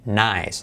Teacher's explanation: Cuidado no decir nice, nice, sino nice. Es un diptongo, dos vocales, pero la I se hace corta, como una E.